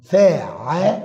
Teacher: الفاء تخرج من الشفتين، والعين من حروف الحلق، الحلق، واللام من اللسان